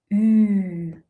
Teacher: Es klingt höher und die Lippen sind gespannter. Der Kiefer ist weiter geschlossen.